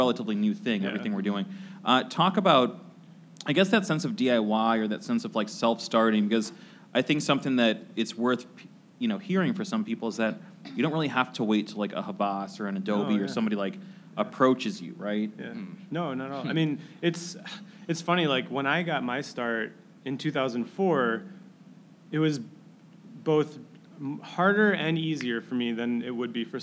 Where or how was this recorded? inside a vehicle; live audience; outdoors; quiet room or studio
live audience